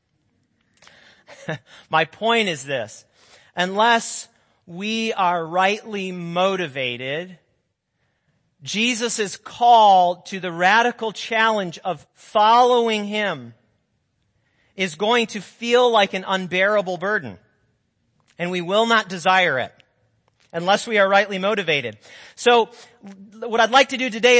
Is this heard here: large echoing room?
yes